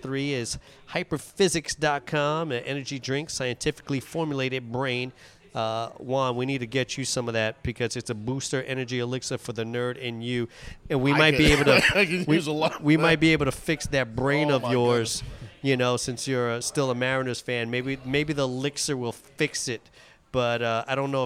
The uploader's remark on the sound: ON NYSEA LIVE!! We are Live from the Backyard Bar.